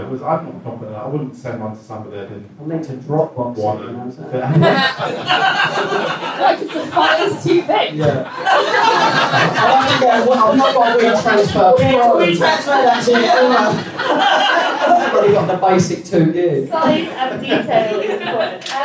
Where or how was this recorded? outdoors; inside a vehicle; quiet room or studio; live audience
live audience